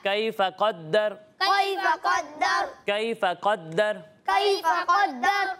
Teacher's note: قاف کو پر پڑھنا ہے دال کو باریک پڑھنا ہے اور را کو پر پڑھنا ہے